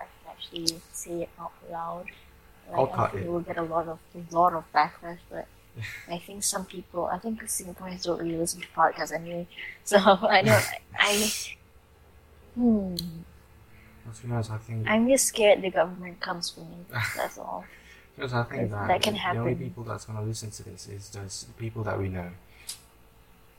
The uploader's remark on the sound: Again, the sound quality is rubbish. Oh and also, in the beginning, you can hear someone else.